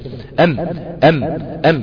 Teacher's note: في جسم الميم غنه كما في جسم النون غنه